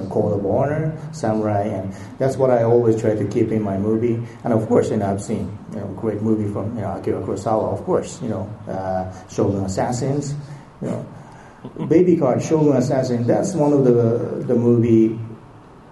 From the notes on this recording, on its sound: Comikaze 2015. Rage across Stan Lee’s Comikaze in Los Angeles. Listen to the live panel.